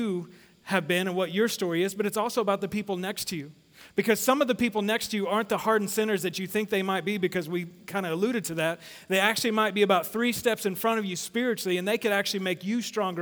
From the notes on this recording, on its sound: Sermon series at The Fellowship in Nashville. Recorded live at The Fellowship at Two Rivers.